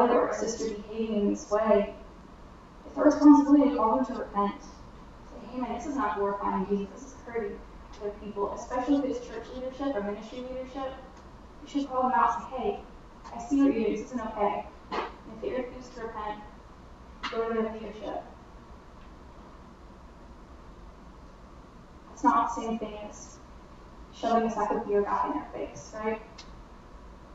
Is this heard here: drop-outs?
yes